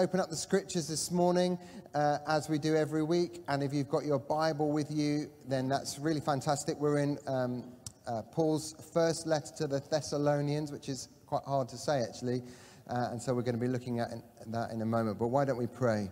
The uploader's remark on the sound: Catalyst Live Online Church Service.